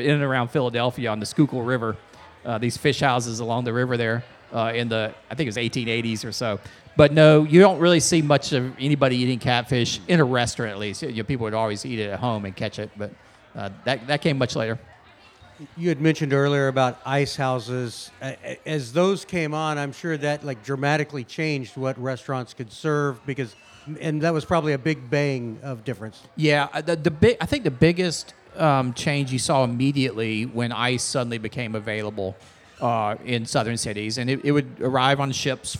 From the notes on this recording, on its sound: We were elated to once again sit down at the Charleston Wine and Food Festival.